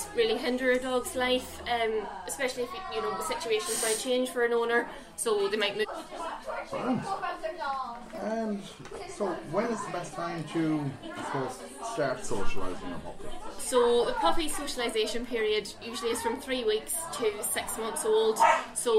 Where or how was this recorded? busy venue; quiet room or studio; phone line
busy venue